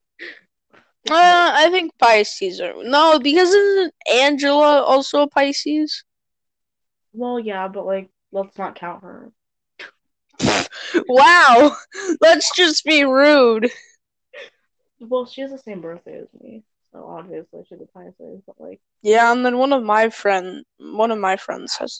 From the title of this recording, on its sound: more technical difficulties